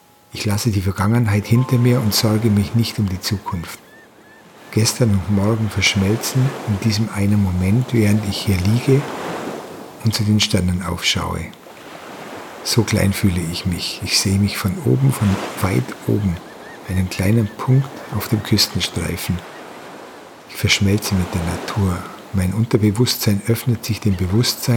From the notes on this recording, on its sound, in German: eine 30-minütige Aufnahme von der Atlantikküste in Portugal